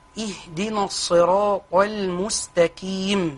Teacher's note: يذهبون بالقاف إلى الكاف